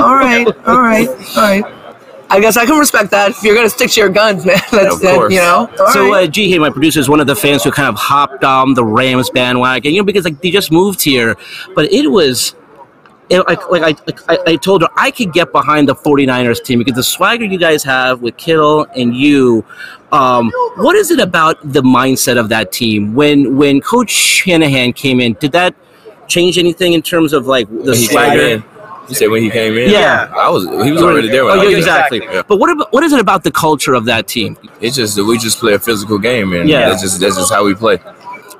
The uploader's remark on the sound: live from Super Bowl Media Row